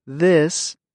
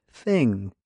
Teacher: When you say this, your voice box moves. When you say thing, air moves freely through your throat.